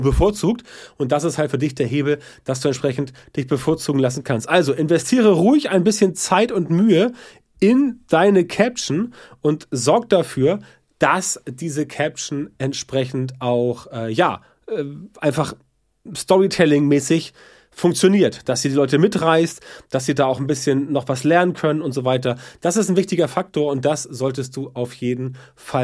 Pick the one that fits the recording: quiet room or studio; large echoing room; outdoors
quiet room or studio